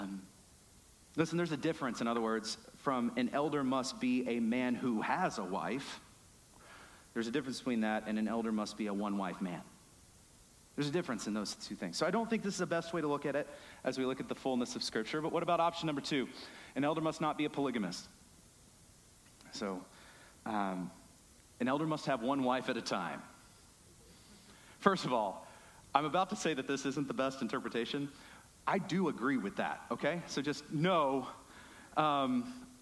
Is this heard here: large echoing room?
yes